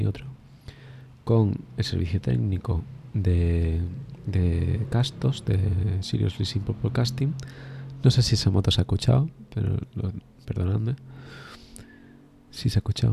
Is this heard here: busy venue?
no